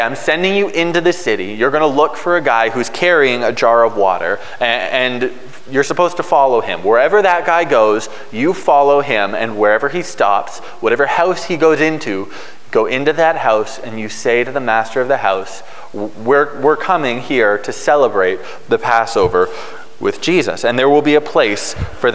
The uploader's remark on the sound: Preached on March 13, 2022 at Liberty Grace Church.